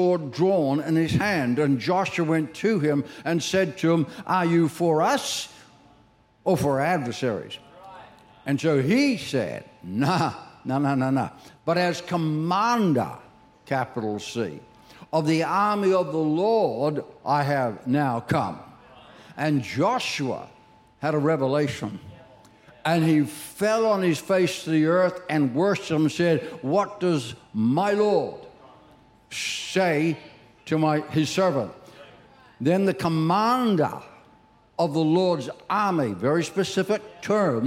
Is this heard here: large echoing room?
yes